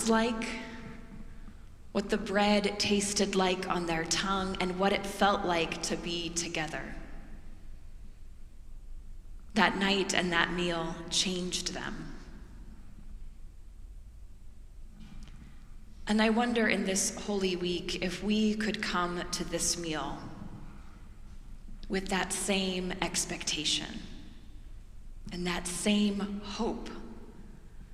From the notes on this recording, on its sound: preached during our Maundy Thursday worship service